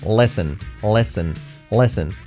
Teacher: Y la T no se pronuncia.